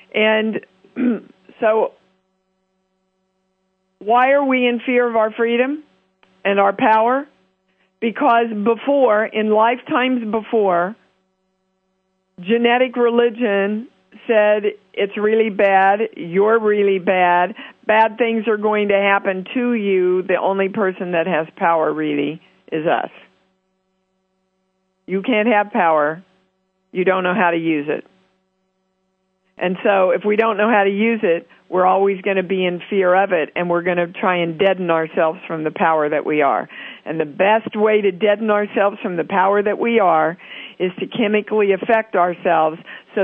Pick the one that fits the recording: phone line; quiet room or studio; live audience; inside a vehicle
phone line